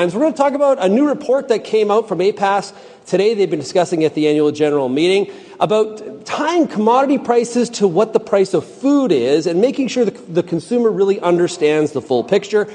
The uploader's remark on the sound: This Wednesday edition of RealAg Radio was recorded at the Agricultural Producers Association of Saskatchewan (APAS) annual general meeting!